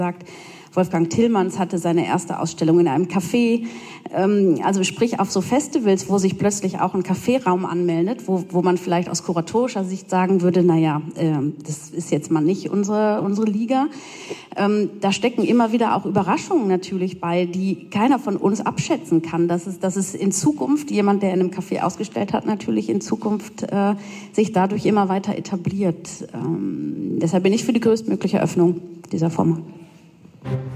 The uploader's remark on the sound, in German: Auszüge aus dem Podiumsgespräch. Im Rahmen der »Biennale düsseldorf photo+«.